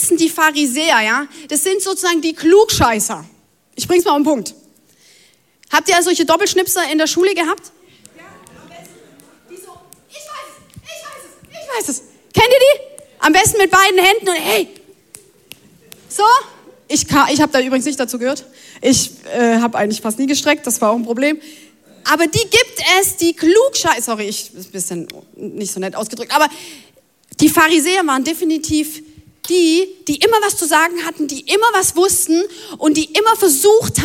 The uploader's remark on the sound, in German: Audiomitschnitt der Predigt.